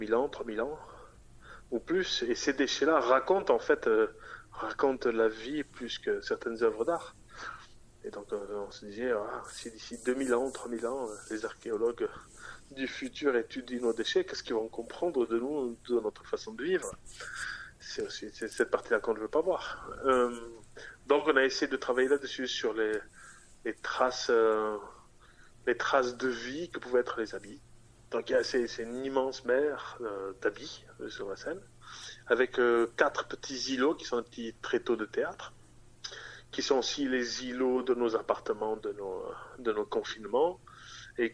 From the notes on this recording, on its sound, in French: Interview réalisée par téléphone